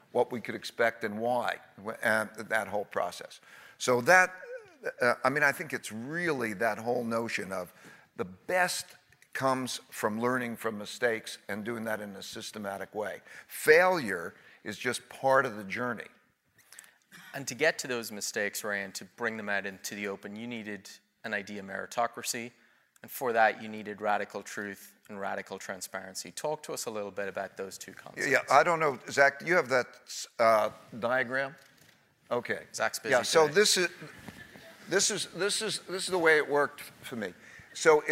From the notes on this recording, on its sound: During a visit to Stanford Graduate School of Business. During student-led interviews and before a live audience.